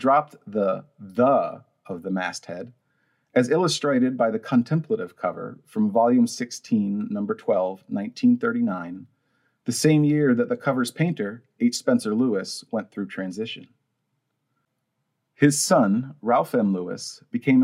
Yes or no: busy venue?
no